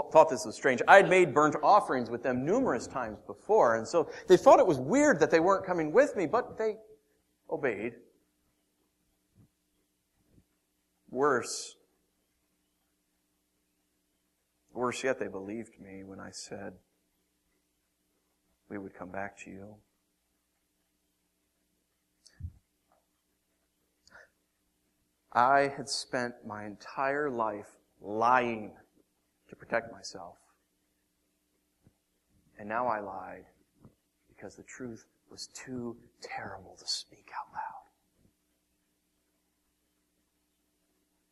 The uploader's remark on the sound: Originally preached April 19th & 20th 2014 at The Orchard Church. Originally preached April 19th & 20th 2014 at The Orchard Church.